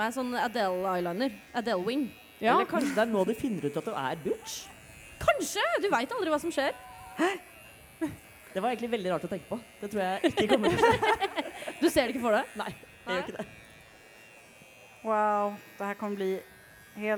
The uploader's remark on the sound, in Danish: LIVE fra Pride!